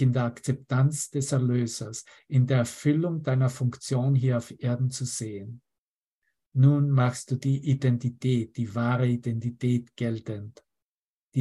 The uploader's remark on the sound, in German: Zoom-Session. Veranstaltet von der Aleph Akademie.